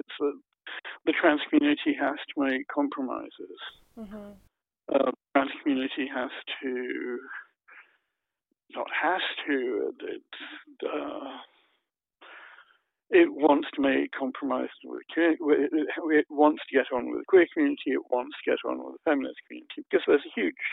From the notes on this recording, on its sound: We did this interview over the phone and the sound isn’t optimal, I apologize in advance!